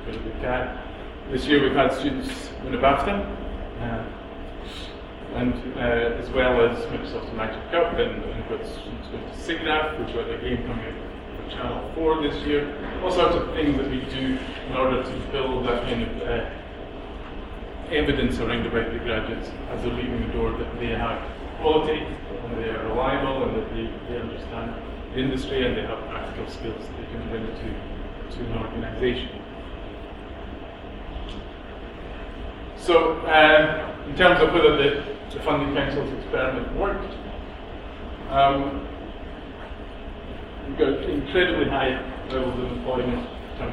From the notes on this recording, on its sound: Speaks at SRHE Employability, Enterprise and Work-based Learning Network Event - Postgraduate study and employability.